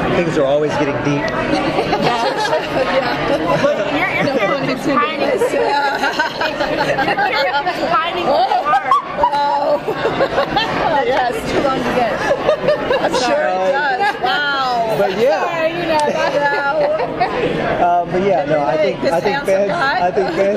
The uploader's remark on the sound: at the Day of Days event